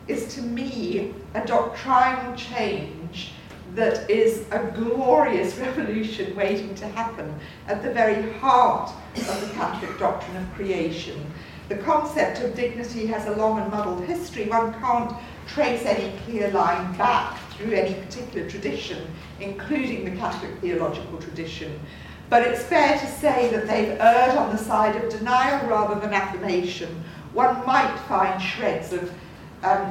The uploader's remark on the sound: At The Loyola Institute, Trinity College Dublin. To a packed audience.